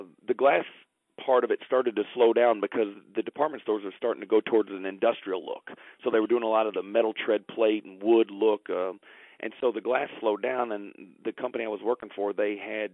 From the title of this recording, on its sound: Phone Interview